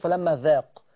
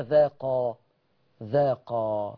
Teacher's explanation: فلما ذاق الشجره، خلي بالكم منها ان الالف ساقطه، بس باجي اقوم دايس دوس، يعني ايه، بتكئ كده على القاف عشان ابين ان في الف تثنيه · Shown in: second take · ما ينفعش اقول فلما ذاق.